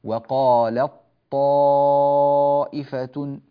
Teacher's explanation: يعني الحرف الأول قد ذهب تماما ودخل في الحرف الثاني وصار الثاني مشددا، اركم معنا، وقالت طا صارت وقال الطا لطا، فنلغي الحرف الأول تماما ونشدد الثاني وندخل الأول في الثاني، وقال طائفة بطاء تماما، لا يوجد تاء أبدا